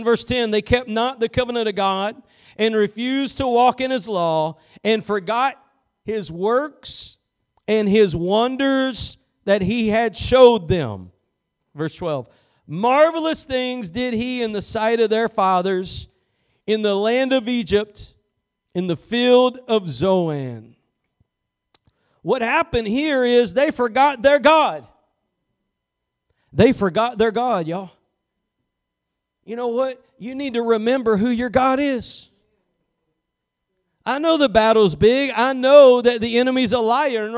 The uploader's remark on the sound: Preached at Gospel Lighthouse in Bossier City, La.